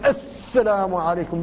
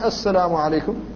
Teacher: يبالغ في تشديد السين تشديدا كبيرا حتى تكون صفيرا مدويا · Shown in: first take · وبالأخص بعض الأئمة فيقول السلام عليكم بتشديد شديد، وهذا غلط في النطق بالحرف فيقول الإنسان السلام عليكم.